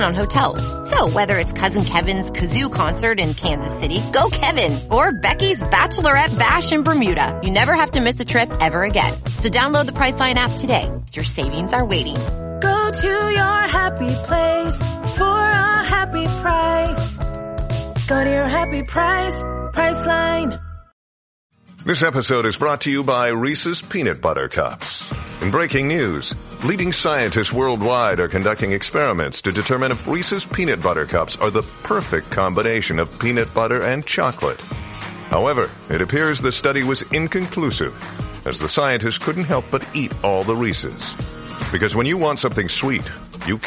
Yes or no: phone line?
yes